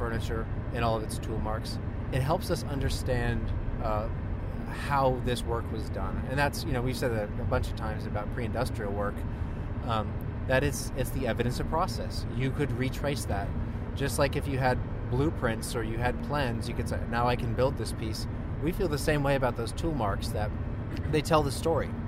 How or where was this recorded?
inside a vehicle